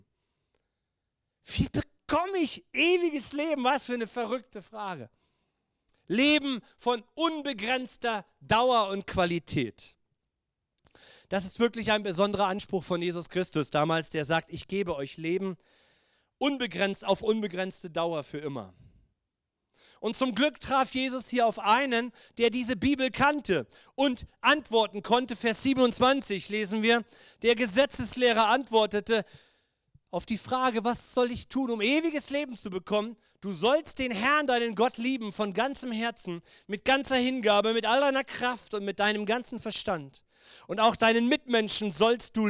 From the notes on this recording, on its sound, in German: Gottesdienst Predigt.